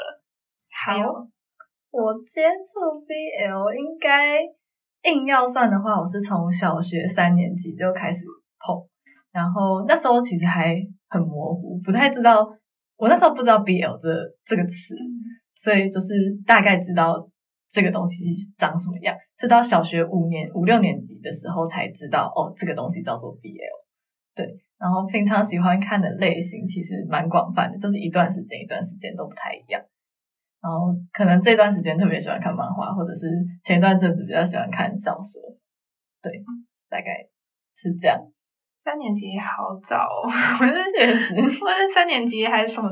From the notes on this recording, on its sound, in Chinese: 由於當天錄音室出問題所以前面的音質不太好。後半段的音質是正常的。